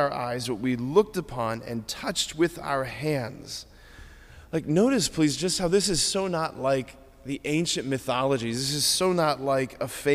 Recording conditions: large echoing room